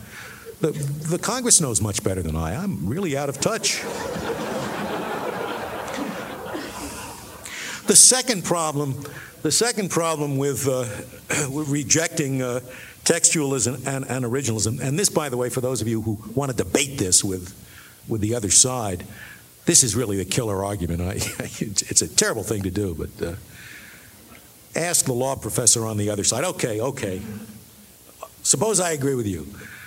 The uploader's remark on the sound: The Acton Institute's 7th Annual Dinner in Grand Rapids, Michigan. His remarks to those gathered at Acton's Annual Dinner.